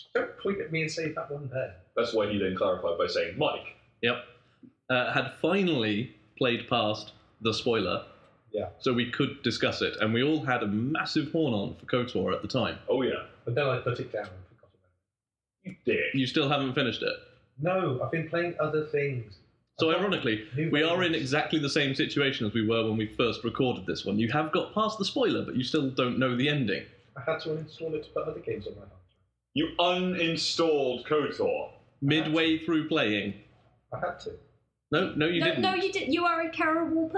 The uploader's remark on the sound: Apologies for the sound quality, technical issues arose and this is what was salvaged form the wreckage.